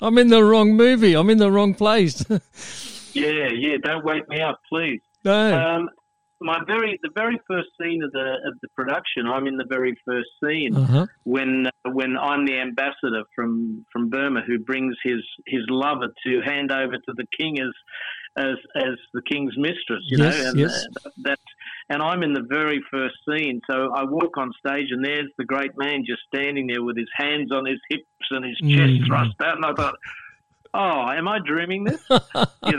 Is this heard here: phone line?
yes